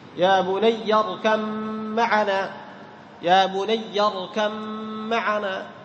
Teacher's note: تدغم الباء في الميم، أيضا هذا من قبيل إيش؟ متجانسين، لأن الباء والميم تخرجان من الشفتين